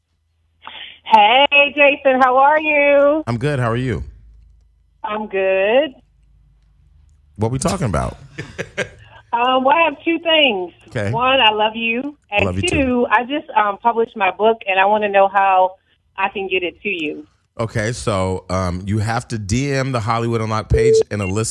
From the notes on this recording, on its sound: This week we get all of our Socialites involved as we take in live callers!